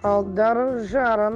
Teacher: в слове «жарен» «а» на первое «жа» можно чуть-чуть больше ударения сделать